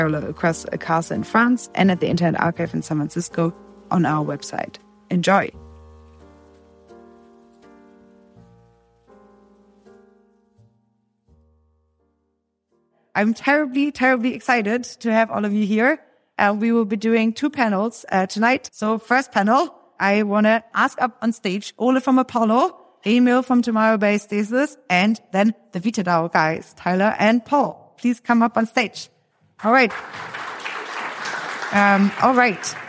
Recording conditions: live audience